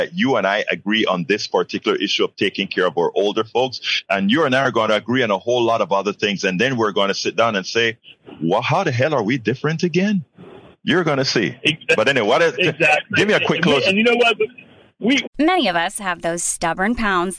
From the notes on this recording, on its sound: A MAGA Republican called into my Politics Done Right show.